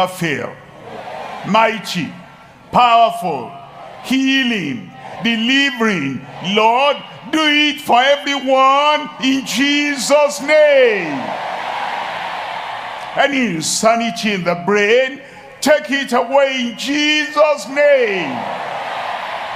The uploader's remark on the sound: live at Ogbomosho, Nigeria